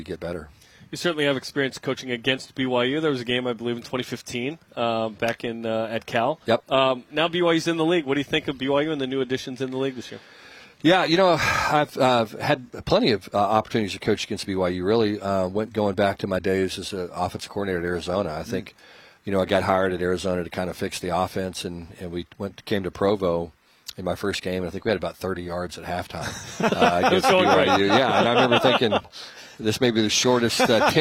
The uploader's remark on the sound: BYUSN is live at the Big 12 Media Days.